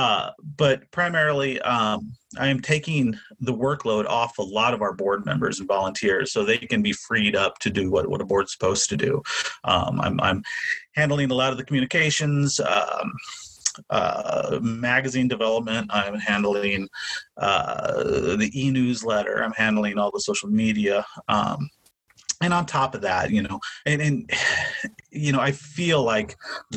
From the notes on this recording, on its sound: We apologize for the tinny sound of this recording